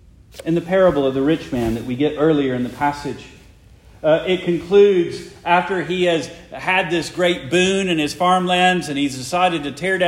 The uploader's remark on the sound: Preached the morning of August 6, 2023, for the Heidelberg Presbyterian Church in Heidelberg, Mississippi.